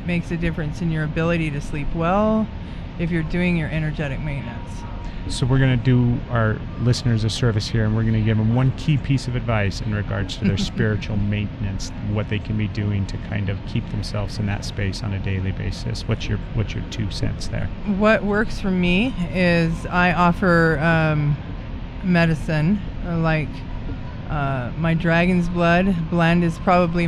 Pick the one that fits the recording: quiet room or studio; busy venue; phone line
busy venue